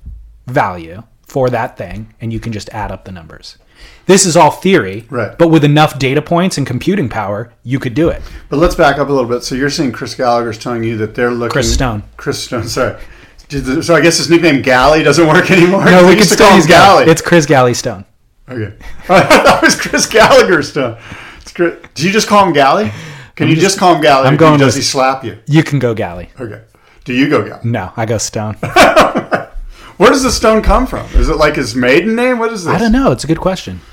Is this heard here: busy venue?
no